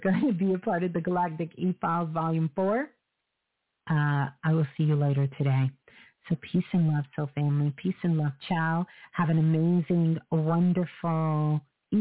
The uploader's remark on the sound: Live Call In Show.